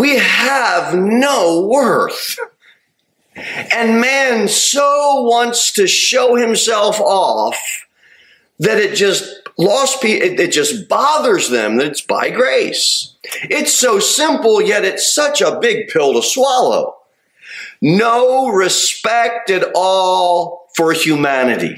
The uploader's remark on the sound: Sermon delivered at Pilgrim Baptist Church on Sunday, September 17, 2023, at 2:15 pm. Jere Whitson Rd.